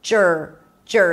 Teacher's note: The next syllable is jur, jur. You start with a j sound and you move it directly to the R, jur, jur. There is no vowel in between